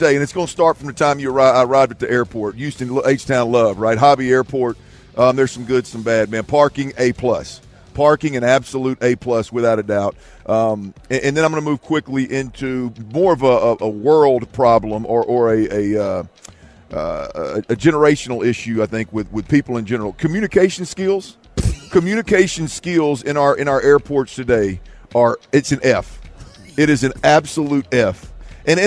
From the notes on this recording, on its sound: THE DRIVE is LIVE on Super Bowl Radio Row in Vegas.